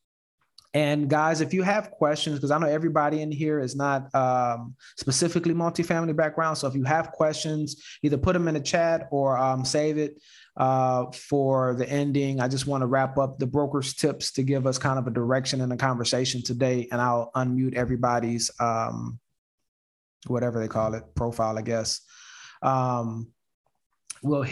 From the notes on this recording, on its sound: Investors Gallery is a live call open to the public. Through this live zoom conference anyone can asks questions about their own investments, legal advice, or opportunities!